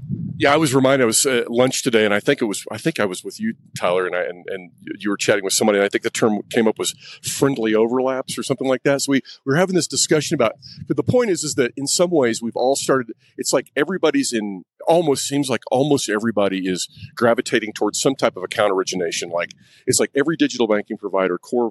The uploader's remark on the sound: Live from AFT Conference.